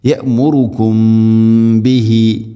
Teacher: സാകിന മീമിന് ശേഷം ബ, ഇഖ്ഫ ഷഫവി, ഇവിടെ മണിച്ചുകൊണ്ട് ഉച്ചരിക്കണം